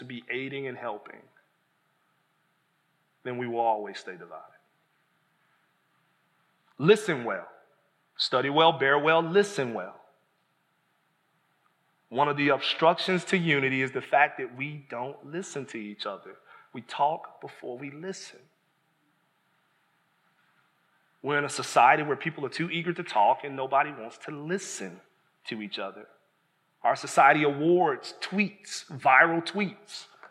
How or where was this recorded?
large echoing room